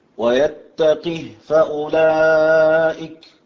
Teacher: وكذلك المد لورش في كلمة فأولئك، المد بالإشباع